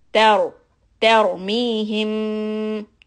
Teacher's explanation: Keep the ta soft, ra heavy.